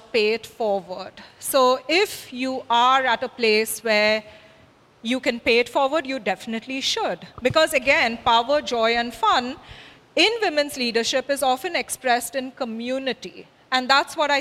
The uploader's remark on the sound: The Art of Power [VIDEO filmed live at Pen+Brush Gallery].